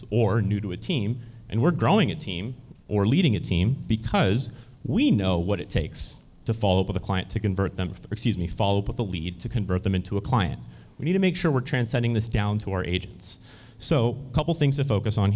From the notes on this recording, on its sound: a segment from the 2023 Hyperfast Agent Summit held in Arlington, Virginia